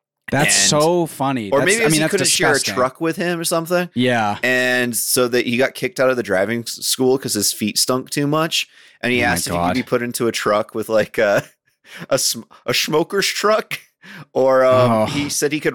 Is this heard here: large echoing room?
no